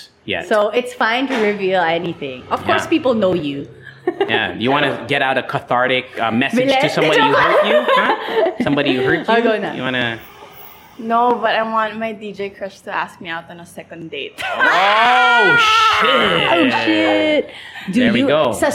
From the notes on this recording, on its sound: THHS LIVE! at the 1C Coffee Amphitheater. Our first ever Leche Fan meetup, recorded at 1C coffee. Recorded using the ELGATO WAVE 1 Microphones.